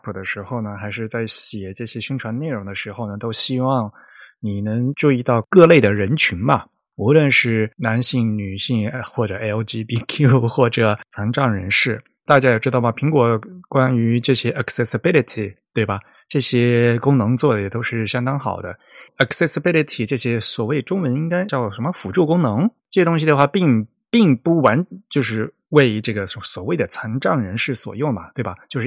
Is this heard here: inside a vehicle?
no